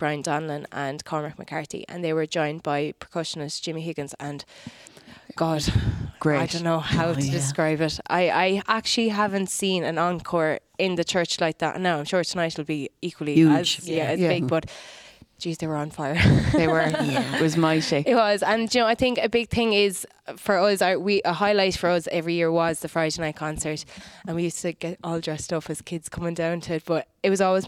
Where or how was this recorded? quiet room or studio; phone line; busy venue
busy venue